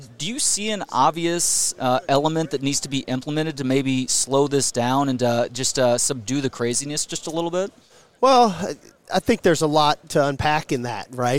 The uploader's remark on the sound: live from Big 12 Media Days at AT&T Stadium in Arlington, TX.